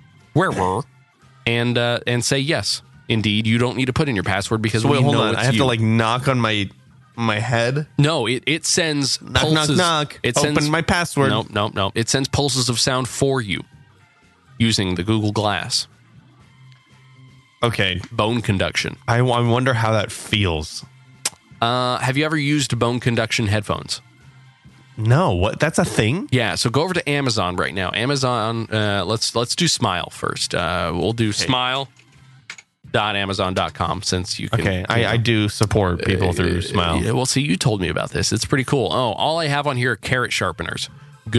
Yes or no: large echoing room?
no